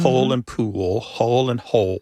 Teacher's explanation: pole and pool, hole and hole, they all end in that L sound. And that L at the end of the syllable is what is known as a dark L. So the physical act of pronouncing that dark L kind of requires the back of the tongue to raise toward your soft palate.